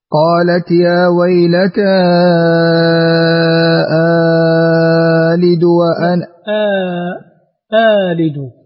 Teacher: افتح وأبدل الهمزة الثانية حرف مد. قالت يا ويلتا آلد وأنا آلد، هكذا تمد بمقدار حركته.